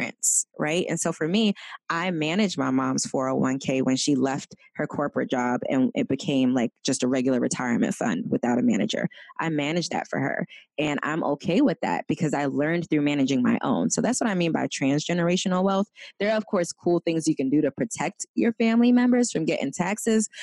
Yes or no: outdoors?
no